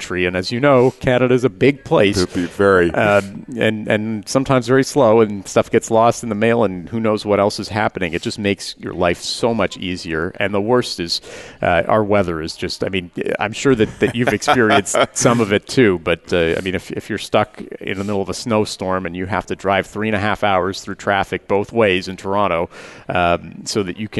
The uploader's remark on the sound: Live Broadcast at the The IPBC IGNITE Conference.